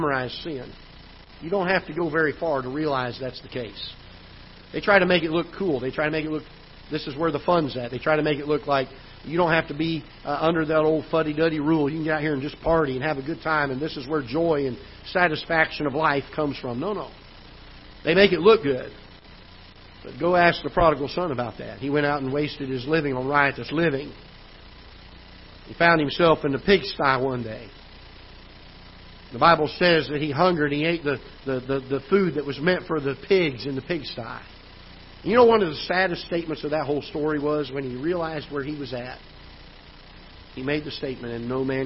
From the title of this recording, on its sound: Ketha Heights Baptist Church ~ Live Broadcast